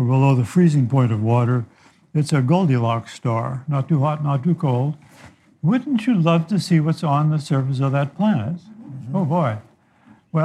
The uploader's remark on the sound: Live in conversation with Nobel Prize-winning astrophysicist. Take questions from our live audience.